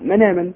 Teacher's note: فينقل حركة الهمزة إلى النون الساكن التي قبلها